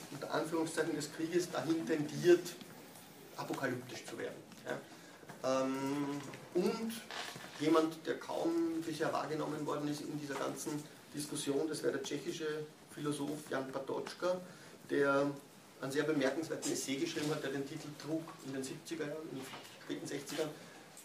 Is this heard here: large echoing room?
yes